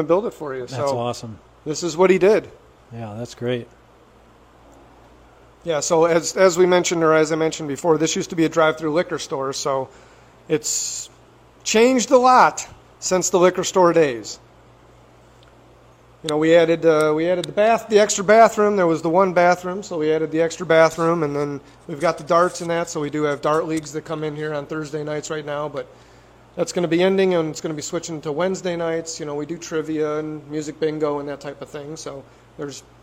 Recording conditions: busy venue